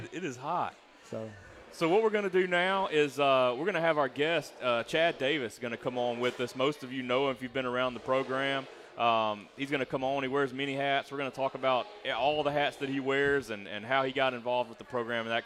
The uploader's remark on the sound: Recorded live 9/10/19 at Walk-On's Bistreaux & Bar for Tiger Talk.